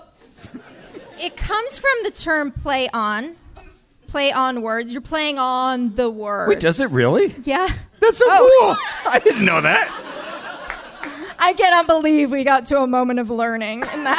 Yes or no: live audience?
yes